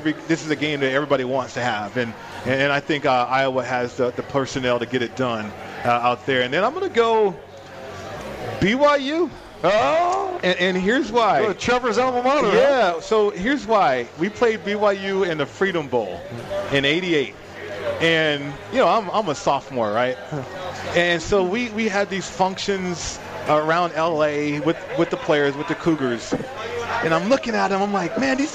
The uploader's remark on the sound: Live From The Cosmopolitan of Las Vegas.